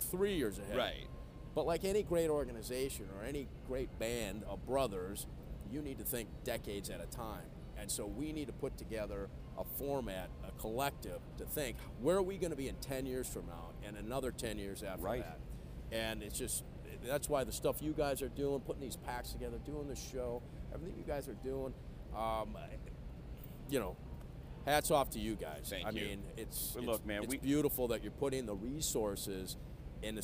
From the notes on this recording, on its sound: On the Cigar Lockdown Set! Recorded Live at the 2021 PCA Las Vegas trade show.